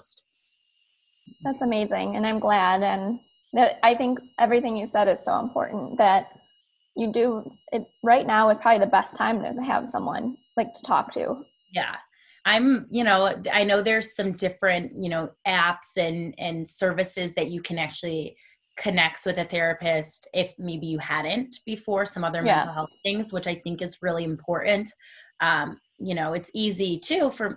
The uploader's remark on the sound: Today on Staying Forever Strong I zoomed with an old friend of mine.